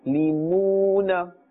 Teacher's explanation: We are pulling or elongating the sound up to one alif because we can see the waw sakin and before it is a dhamma. So this is waw madda.